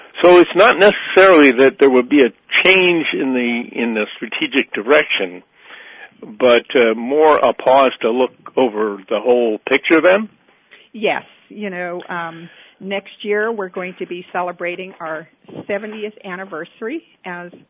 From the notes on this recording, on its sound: Joining us today on the phone